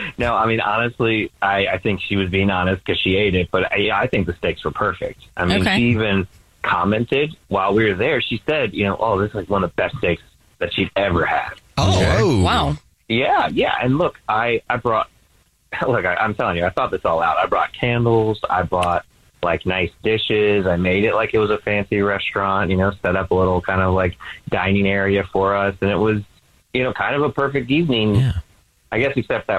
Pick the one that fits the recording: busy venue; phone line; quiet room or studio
phone line